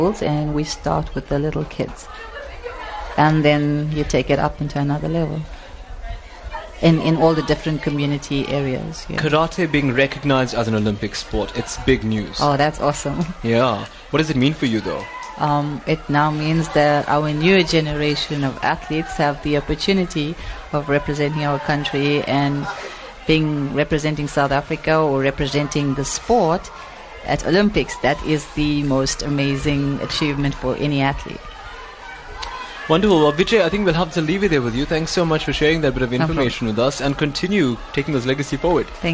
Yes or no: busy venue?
yes